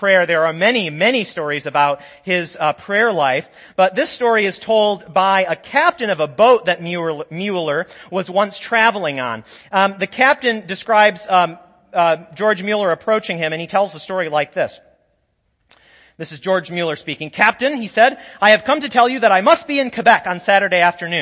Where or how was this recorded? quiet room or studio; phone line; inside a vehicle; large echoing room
large echoing room